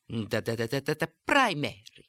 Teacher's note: going up in pitch to the climax, then dropping back down · Term: climax stage